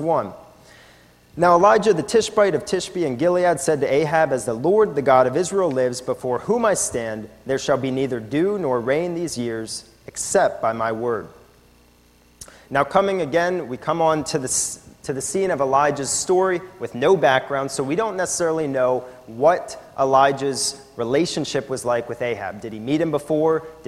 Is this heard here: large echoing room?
yes